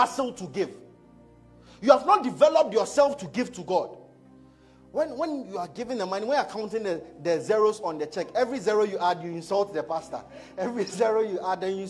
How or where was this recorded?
large echoing room